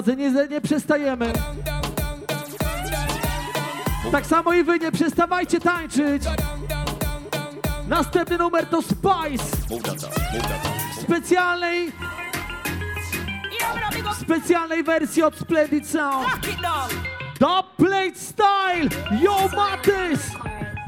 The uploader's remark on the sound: 1hr live set from party called Rehabilidancehall in Gliwice, PL.